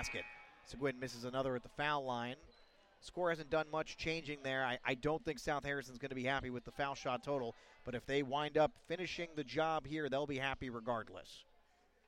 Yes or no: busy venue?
yes